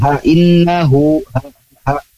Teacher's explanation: Jadi nanti hamzah ha, nah itu ada di pangkal tenggorokan.